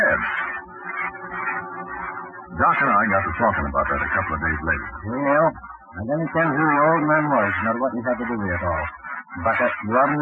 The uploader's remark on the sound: Audio is poor, even after some noise canceling. It degrades in the middle.